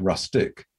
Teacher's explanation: This is why in English we have rustic, the S is next to a consonant, so it wasn't changed to an R